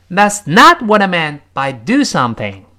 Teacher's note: that's not 这个 not 重读，what I meant 这个 meant 要重读，最后那个 do something 要重读